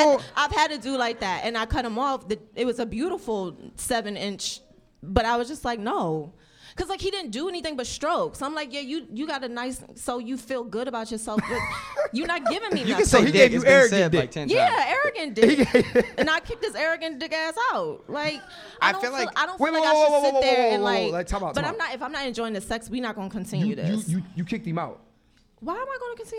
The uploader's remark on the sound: Live From New York City. Live at Caroline's in New York City. Live Podcast.